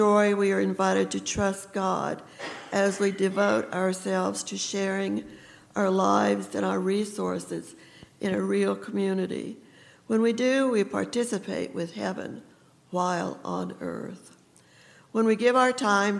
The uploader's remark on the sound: recorded on December 2, 2023, at Ringgold Seventh-day Adventist Church